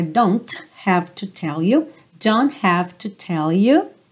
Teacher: nesse don't, você não ouve o T